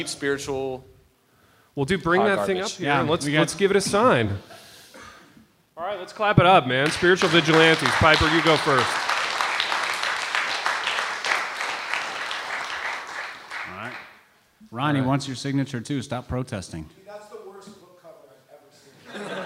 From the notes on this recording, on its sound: INDY LIVE, Part 3: Audience Q&A. LIVE IN INDIANAPOLIS.